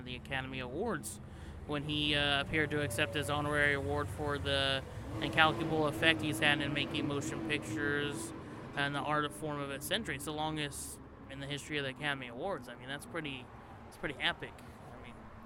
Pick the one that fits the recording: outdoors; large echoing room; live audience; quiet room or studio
outdoors